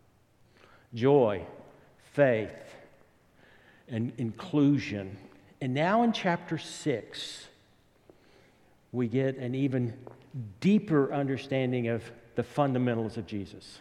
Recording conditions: large echoing room